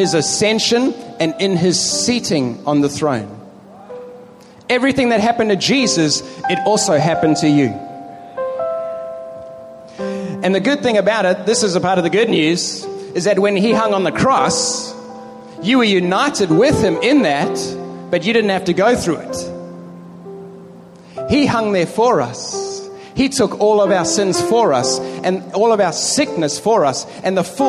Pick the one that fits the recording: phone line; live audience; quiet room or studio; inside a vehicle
live audience